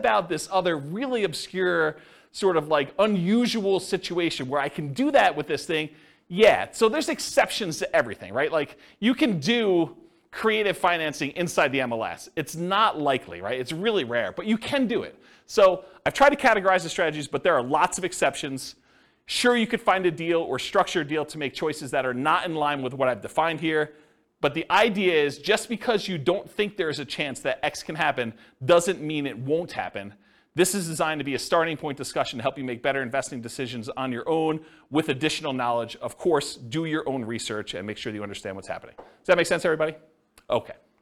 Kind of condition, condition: setting, live audience